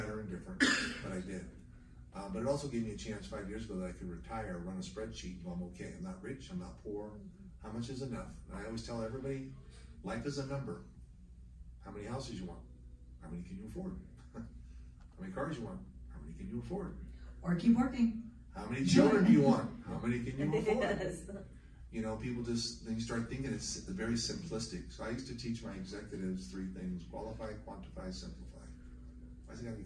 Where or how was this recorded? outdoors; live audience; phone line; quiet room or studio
live audience